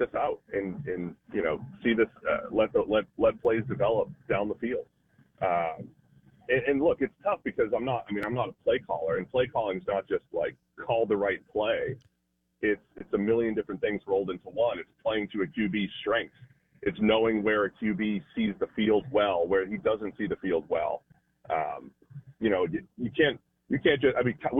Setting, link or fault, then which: link, phone line